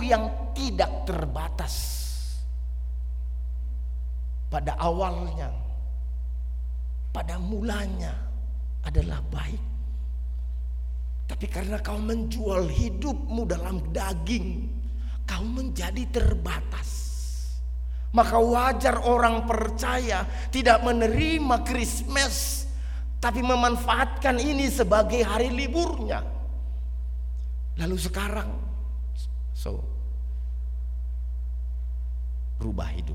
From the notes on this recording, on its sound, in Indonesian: RSK 98.6 FM. Rekaman ibadah Minggu pagi.